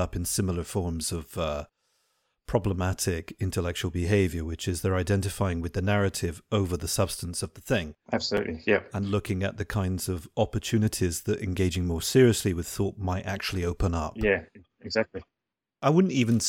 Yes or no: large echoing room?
no